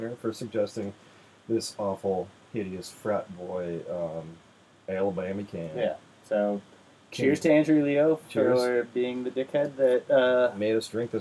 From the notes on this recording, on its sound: Sorry about the shit audio.